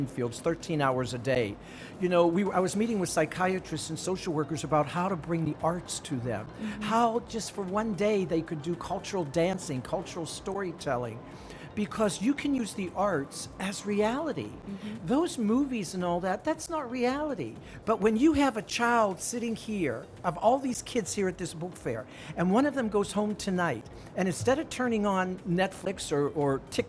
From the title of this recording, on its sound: Live from SIBF 2022